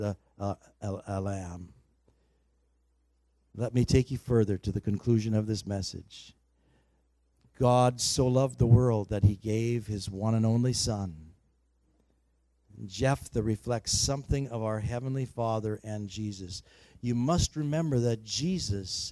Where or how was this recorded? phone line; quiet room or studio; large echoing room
large echoing room